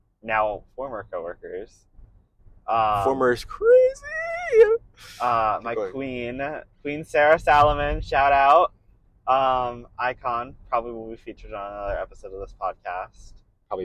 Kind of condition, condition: setting, inside a vehicle